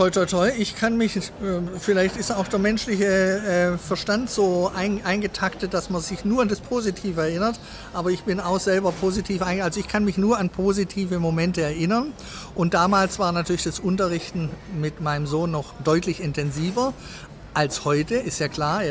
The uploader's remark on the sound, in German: Der Podcast wurde im Zuge des CHIOs in Aachen 2023 aufgenommen.